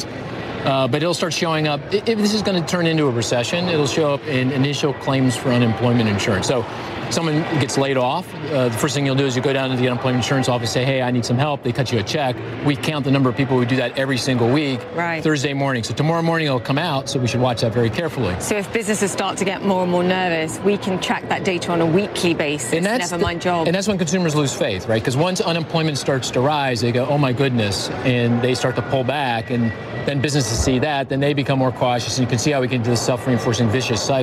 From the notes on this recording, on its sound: live from the New York Stock Exchange